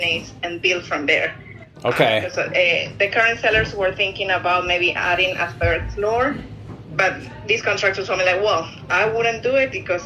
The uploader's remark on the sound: LIVE Agent Call. Listen to me do a live call with an agent.